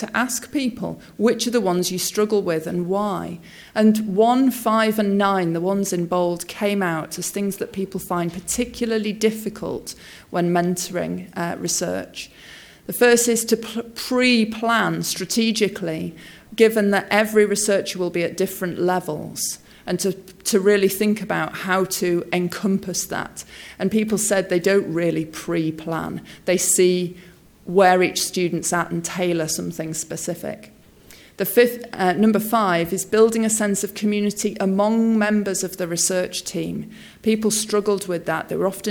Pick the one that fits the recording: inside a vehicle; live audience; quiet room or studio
live audience